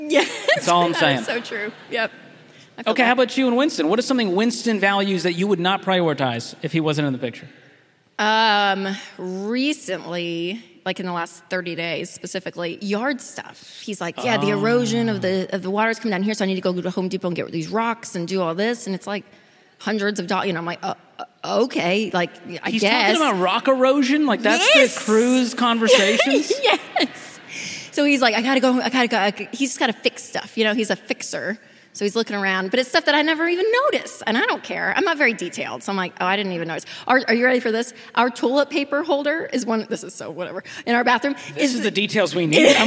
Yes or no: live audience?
yes